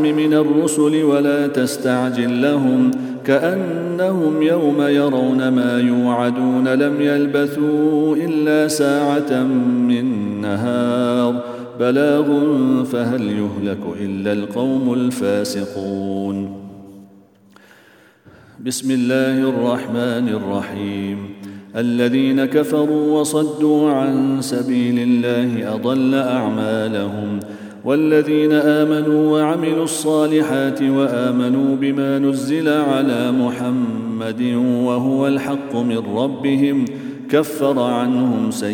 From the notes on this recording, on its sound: at the Houghton Masjid (West Street)